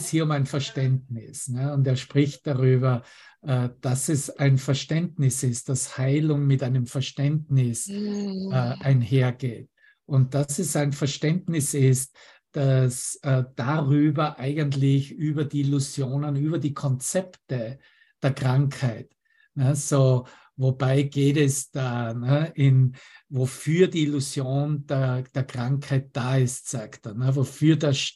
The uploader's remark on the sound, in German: Zoom-Session. Veranstaltet von der Aleph Akademie.